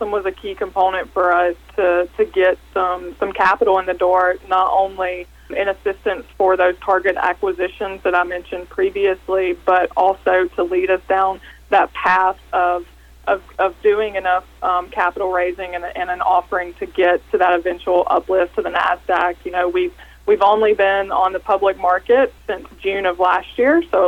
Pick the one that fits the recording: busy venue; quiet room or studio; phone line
phone line